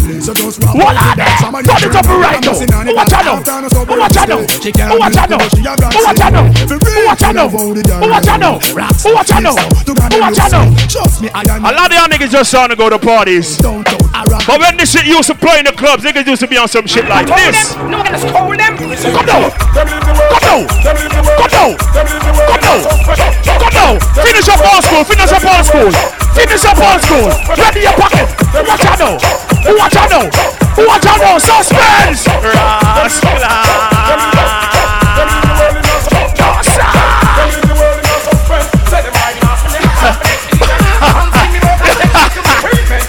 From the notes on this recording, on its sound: LIVE AT SEAFOOD TUESDAYS AT LORNA'S NYC 10/27/15.